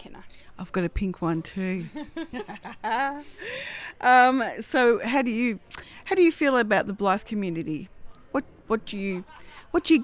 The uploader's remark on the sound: Recorded at a mini meet. In Melbourne, Australia.